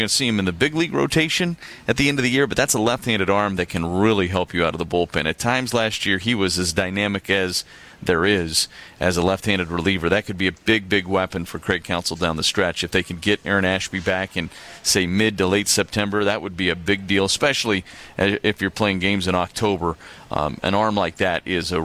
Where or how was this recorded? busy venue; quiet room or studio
busy venue